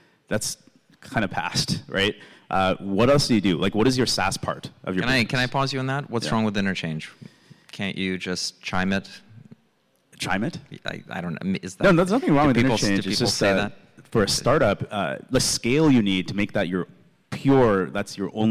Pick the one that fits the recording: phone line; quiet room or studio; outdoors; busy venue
busy venue